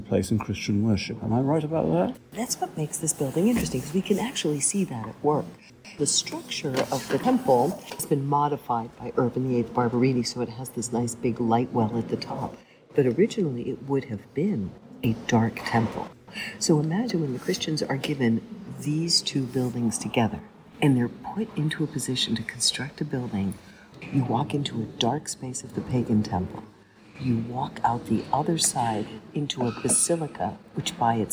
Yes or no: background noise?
yes